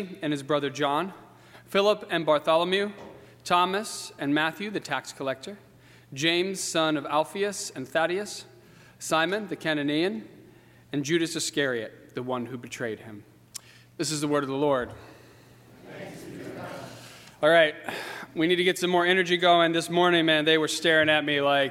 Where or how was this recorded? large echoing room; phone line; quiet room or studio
large echoing room